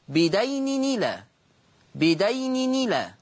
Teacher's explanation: طيب النقل، النقل بدين إلى، بدين إلى، تحريك التنوين بحركة الهمزة، هذا هو النقل، تحريك التنوين بحركة الهمزة فتصير نون مكسورة، بدين إلى، بدين إلى.